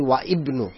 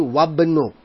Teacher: First thing you notice, I don't say wa ibnu, I just say wabnu. · Shown in: second take